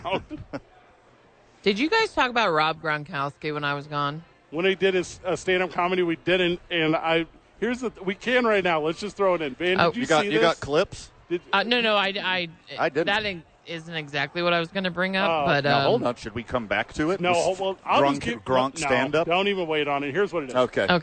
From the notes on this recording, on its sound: live from Isotopes Park.